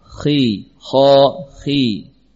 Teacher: Tingkat tebalnya huruf kha saat di fathah, ya, berbeda dengan tingkat tebalnya kha saat di kasrah.